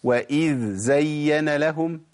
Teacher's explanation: لازم ابين رخاوه الذال وتمكين مخرجها